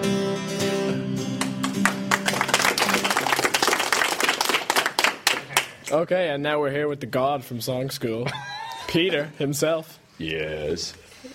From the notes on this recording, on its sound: The Songschool Show Live from St Davids Greystones